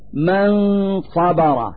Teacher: في هذا المثال نلفظ النون الساكنة من كلمة من مخرج الصاد من كلمة صبر، فنقول من صبر مع إظهار الغنة، وإظهار الغنة هذه هي الدليل على وجود النون الساكنة في اللفظ. · Term: الإخفاء